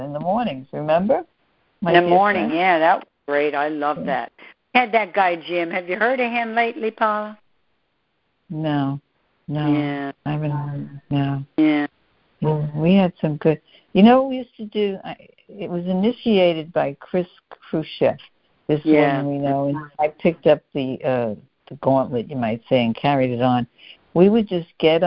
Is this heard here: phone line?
yes